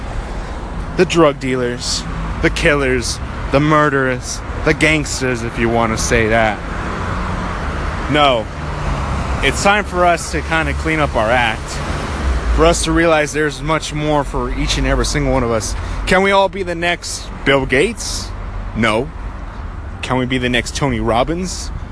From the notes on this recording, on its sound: Got a little scared recording this by the train station as there were cops running around.